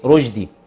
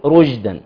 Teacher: لحن جلي يقع فيه كثير من الناس، وهو قلب الشين جيم